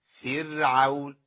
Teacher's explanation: راء ساكنه بعد كسر اصلي في نفس الكلمه ترقق